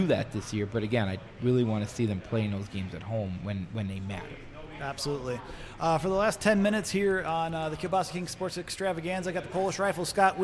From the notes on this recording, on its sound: We are LIVE from Bierock on Tuesday night